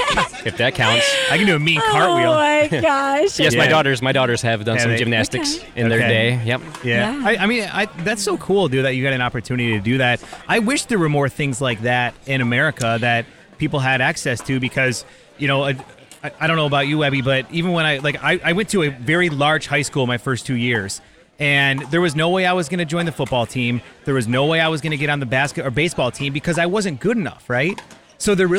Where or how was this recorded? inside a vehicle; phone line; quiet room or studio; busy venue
busy venue